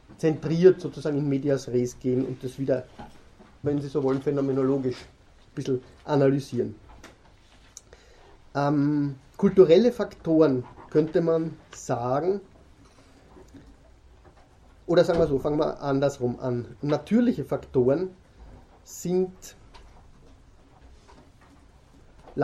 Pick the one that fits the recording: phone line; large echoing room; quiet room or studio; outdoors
large echoing room